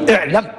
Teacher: بهمزة وصل تثبت مكسورة في الابتداء وتسقط في الدرج مع سكون الميم على أنه فعل مضمر.